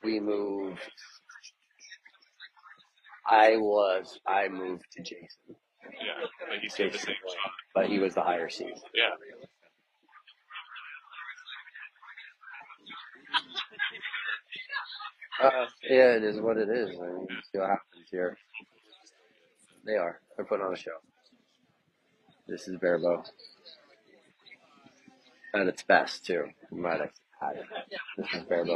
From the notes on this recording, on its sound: (Live Feed). This previously recorded live feed with commentary of the Bronze medal match. Sorry about the poor video and audio quality as it was a FB live feed.